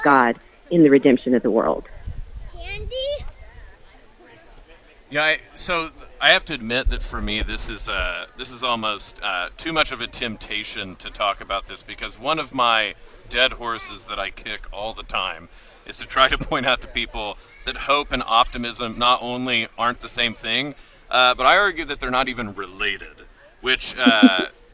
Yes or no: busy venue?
yes